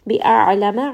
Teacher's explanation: ayn is going to have tawassut, so I am going to roll this around in the throat as well.